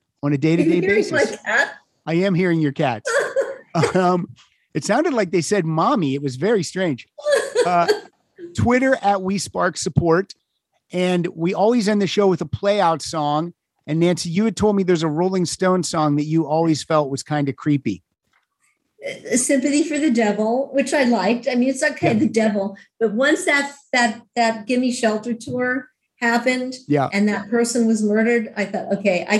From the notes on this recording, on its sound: to the Zoom Room